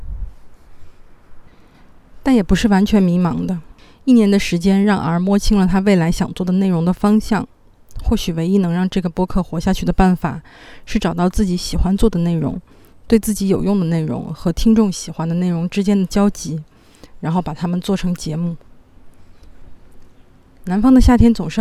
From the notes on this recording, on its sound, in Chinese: 在户外边走边录的音，所以录音质量会稍微差一些，抱歉啦